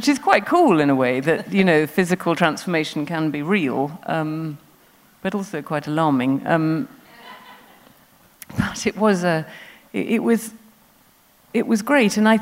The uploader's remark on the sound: Recorded at The Tabernacle in London on 21st January 2019.